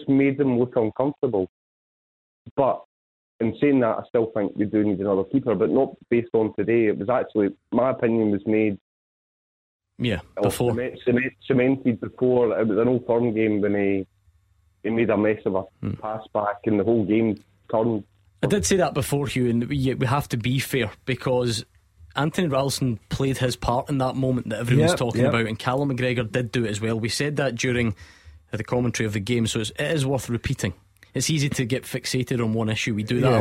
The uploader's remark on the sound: Clyde 1 Superscoreboard. The phonelines are opened as it's time for you to have your say.